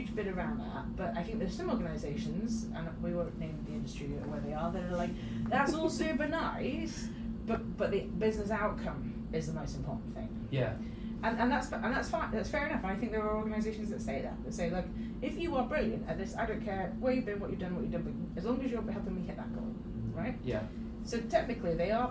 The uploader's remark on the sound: We had a mic issue during the filming of this episode so please excuse the audio quality.